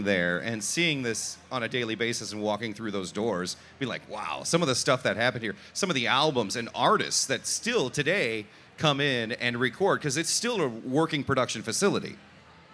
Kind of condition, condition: setting, busy venue